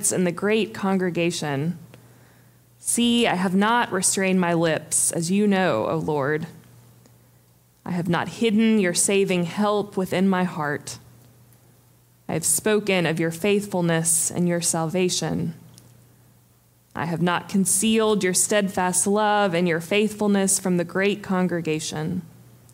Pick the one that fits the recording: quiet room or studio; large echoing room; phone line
large echoing room